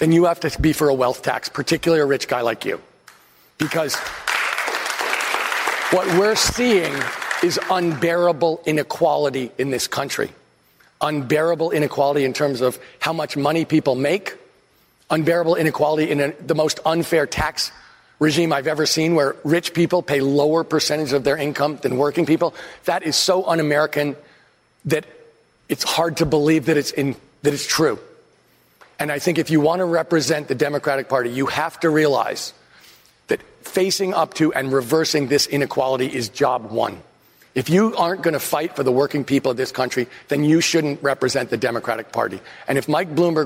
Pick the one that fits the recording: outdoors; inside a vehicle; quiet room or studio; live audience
live audience